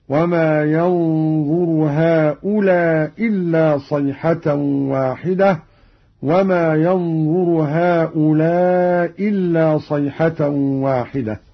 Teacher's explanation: قرأ قالون بإسقاط الهمزة الأولى مع القصر والمد